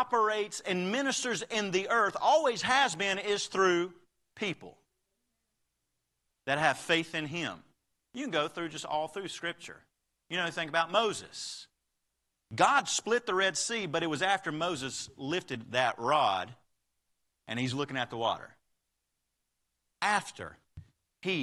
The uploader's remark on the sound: Live Service